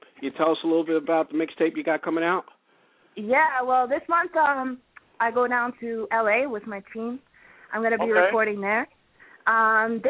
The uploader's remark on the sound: calling in Live from Phase 365